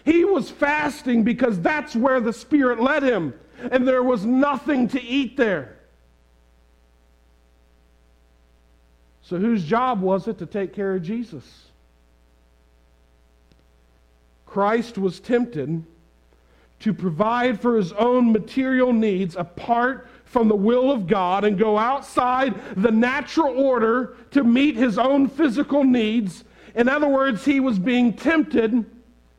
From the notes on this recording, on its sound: preached this sermon on Sunday March 13, 2022 at the Tarrant Bible Methodist Church